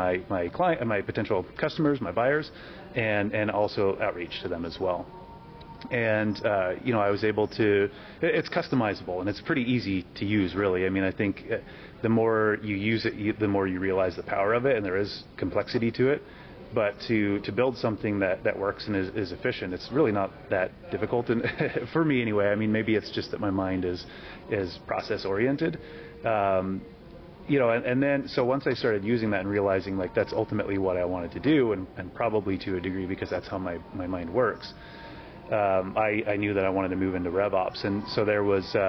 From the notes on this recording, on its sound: on the sidelines of the HubSpot Inbound conference